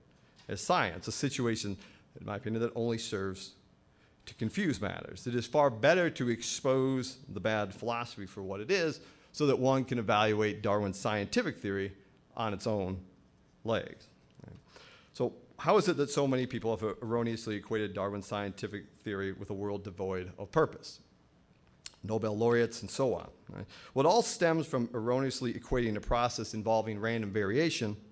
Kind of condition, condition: setting, live audience